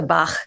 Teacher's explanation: but you're doing what's called a fricative, which you're not creating a complete obstruction in your vocal tract. You're just moving your tongue close to the top of your mouth. · Term: velar fricative